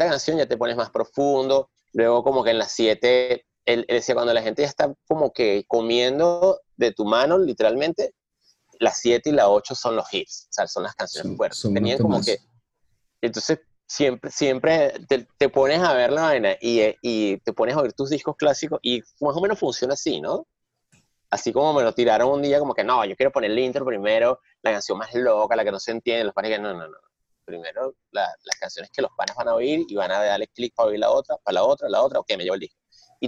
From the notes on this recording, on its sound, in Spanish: Se conectan via Zoom un domingo por la mañana.